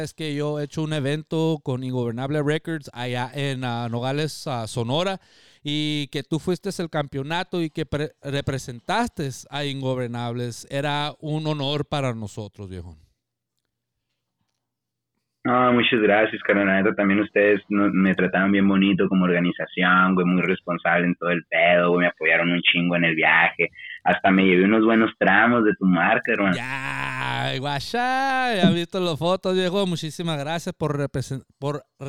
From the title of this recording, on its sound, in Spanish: Entrevista Telefónica